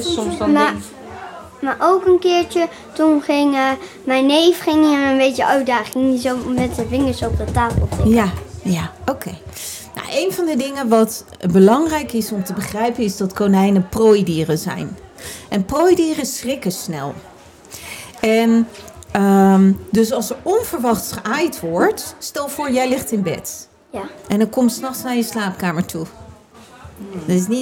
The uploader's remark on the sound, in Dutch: Live vanaf Animal Event